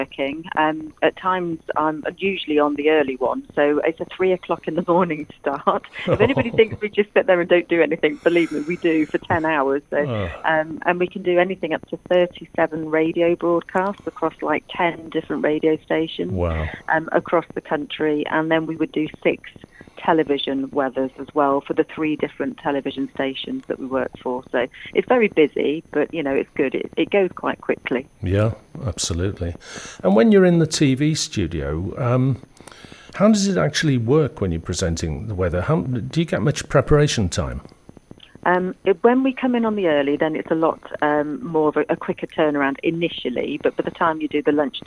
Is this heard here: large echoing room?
no